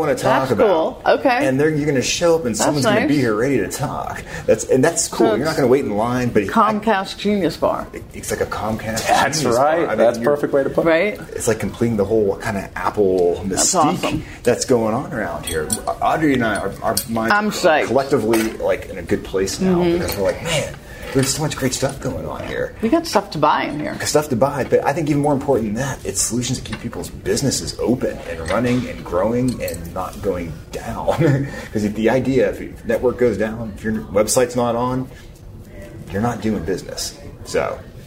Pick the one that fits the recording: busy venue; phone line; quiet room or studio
busy venue